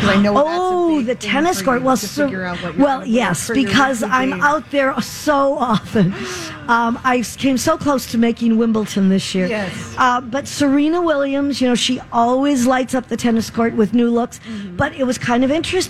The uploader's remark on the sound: Live From The Minnesota State Fair